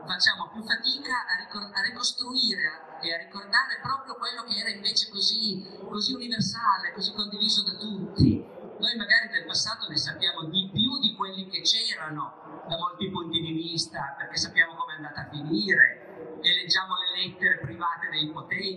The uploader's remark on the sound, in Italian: Al Salone del Libro di Torino in una sala gremita. Audio restaurato al massimo possibile dall'originale.